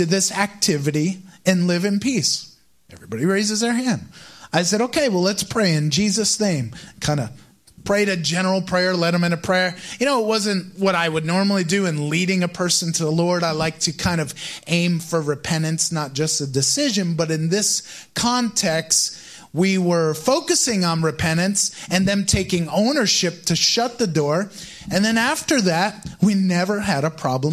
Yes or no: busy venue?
no